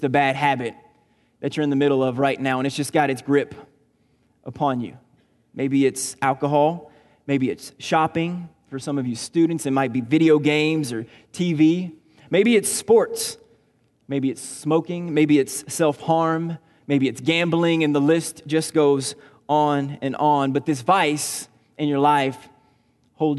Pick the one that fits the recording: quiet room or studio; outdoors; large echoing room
large echoing room